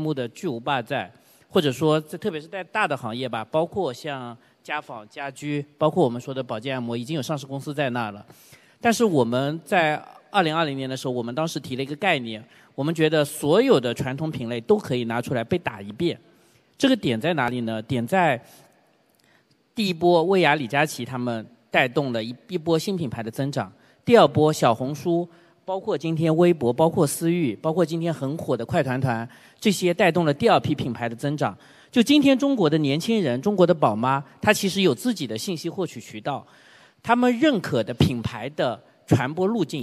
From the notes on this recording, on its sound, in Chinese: 在天下网商举办的“2023新网商峰会”上，我和四位新品牌创始人进行了一场持续1小时的圆桌会谈。